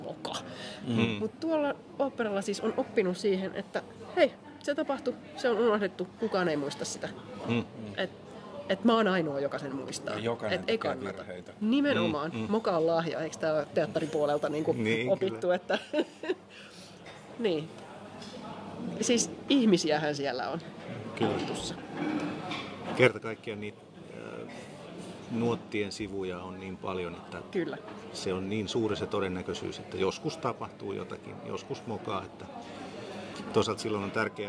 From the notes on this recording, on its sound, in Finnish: Äänitetty Musiikkitalon kahvilassa